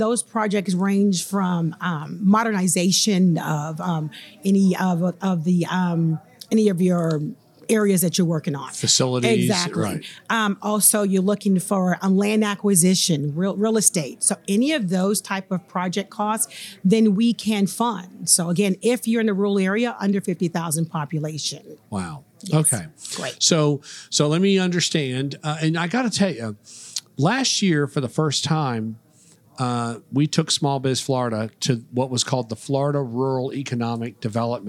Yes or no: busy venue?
yes